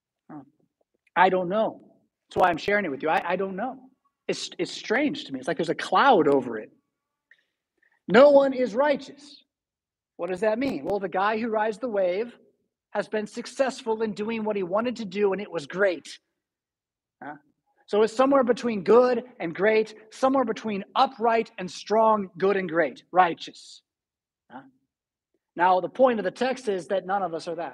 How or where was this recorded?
large echoing room